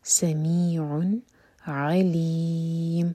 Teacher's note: اظہار ہے نون کے ساؤنڈ کو ہم کلیئر پڑھیں گے